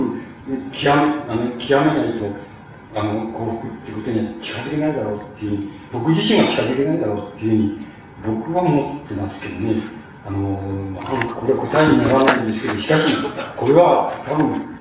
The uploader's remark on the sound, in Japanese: 主催：群馬県庁労働組合 場所：群馬会館ホール。録音者の手元のノイズが 入っており 音質はあまりよくない。